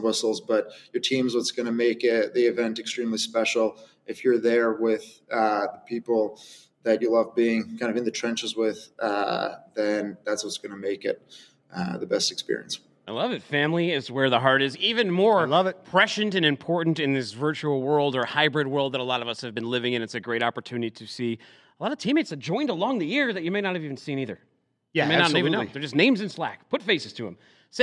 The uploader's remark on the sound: Disruption conniption live from Domestic Supply Chain Summit. Live from FreightWaves’ Domestic Supply Chain Summit.